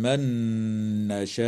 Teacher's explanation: وكذا تدغم النون في النون مع الغنة في قوله تعالى من نشاء